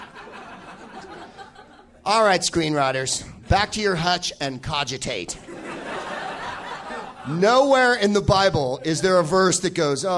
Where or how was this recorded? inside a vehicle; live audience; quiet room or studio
live audience